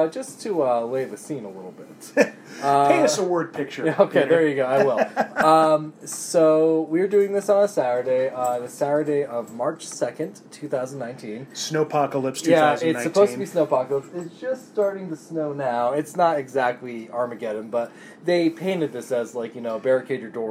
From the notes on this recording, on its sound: Brewery on Broadway, Chain Reaction and Crazy Mountain Brewing are our stops for this trip